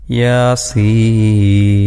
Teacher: Scene മദ്ദ് Lasim എന്ന ഒരു ഗണത്തിലാണ് വരിക. അതൊരു ആറ് ഹറക്കത്തിൻ്റെ അളവ് നീട്ടി പാരായണം ചെയ്യേണ്ടുന്ന ഒരക്ഷരമാണ്.